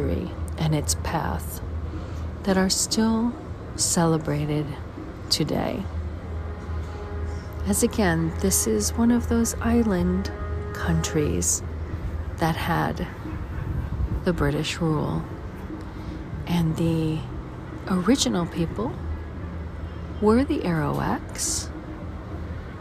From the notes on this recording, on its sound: Caribbean Mindfulness Tour: St John's, Antigua. Special Edition On Location Walk and Talk.